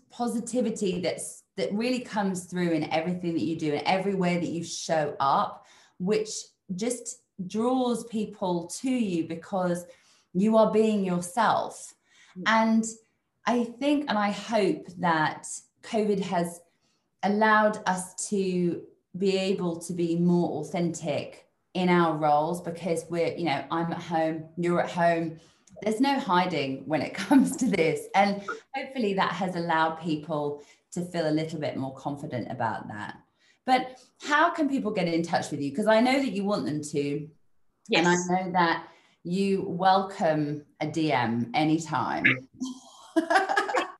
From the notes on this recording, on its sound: This episode was recorded live for The Miss Jones PA Virtual Showcase last month.